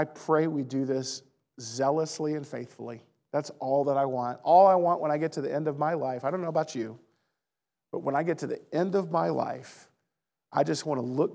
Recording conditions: large echoing room